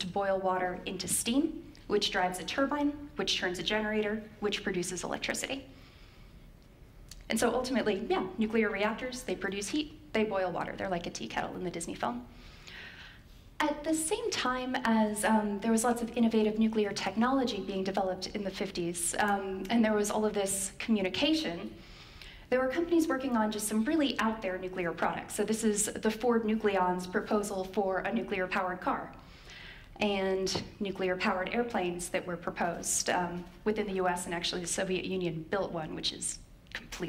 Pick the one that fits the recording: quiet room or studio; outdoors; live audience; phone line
live audience